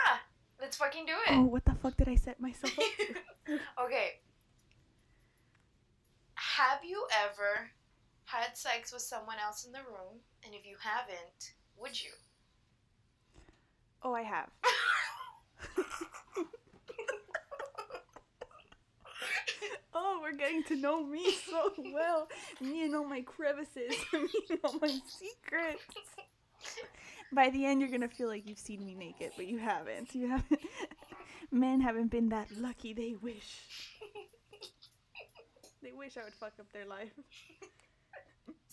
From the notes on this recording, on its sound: I promise I will work on my editing and audio skills, but I am new to this